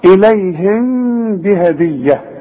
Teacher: كنتم برضو الميم بدون تشكيل بعدها كلمة بتبدأ بالب، اذا برضو هخفي وغن، واذا وقفت الميم تظهر اقول كنتم، انما حوصل يحصل انفراد في الشفايف.